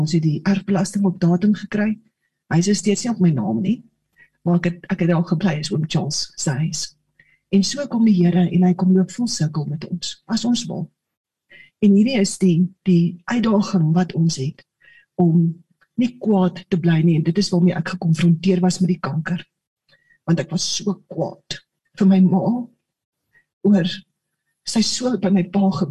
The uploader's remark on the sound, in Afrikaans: Manne van die Woord Zoom Byeenkoms 7 Junie 2022